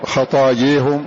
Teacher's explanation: فالألف التي بعد الياء في الصور كلها ممالة